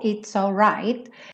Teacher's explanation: It's all, juntando o S já no all, it's all right.